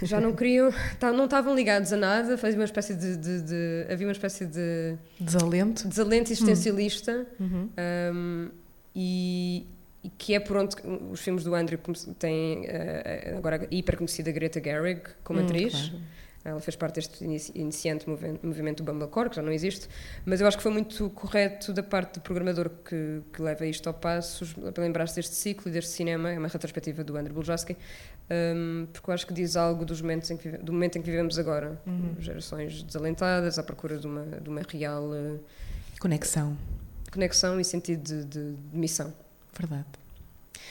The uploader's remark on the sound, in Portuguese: Ao vivo no Maus Hábitos. Este episódio foi gravado ao vivo no espaço Maus Hábitos. A convite da iniciativa Podcast à Mesa.